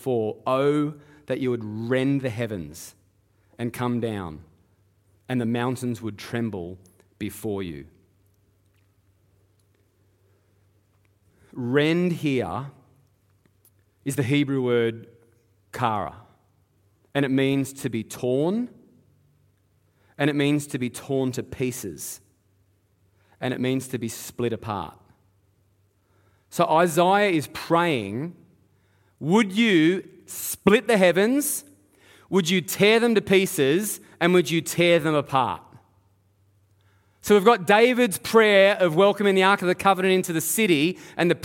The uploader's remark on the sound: Live at Echo Church Melbourne